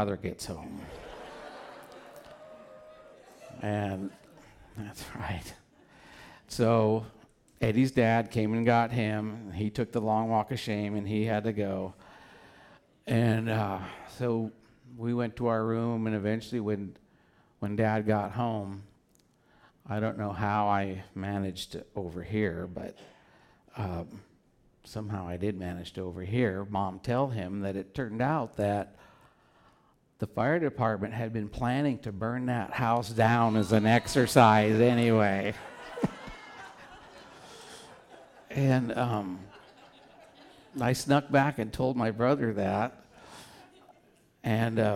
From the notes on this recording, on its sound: Back with Portland Story Theater as part of their On The Road Show. Live at The Fremont Theater in Portland, OR.